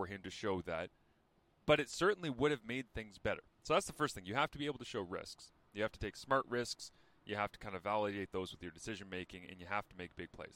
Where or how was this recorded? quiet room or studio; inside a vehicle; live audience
inside a vehicle